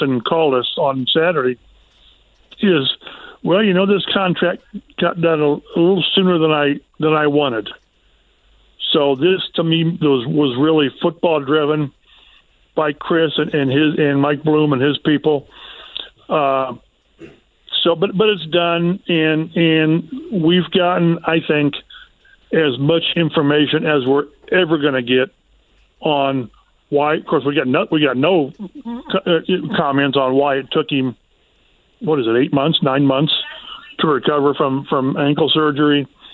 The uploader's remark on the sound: Open the phone lines to get reaction from Colts fans. One more phone call from a listener.